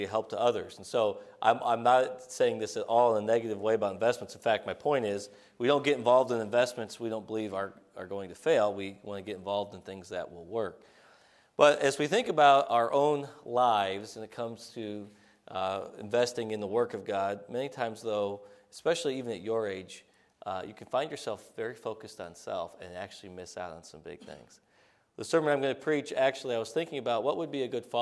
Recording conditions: large echoing room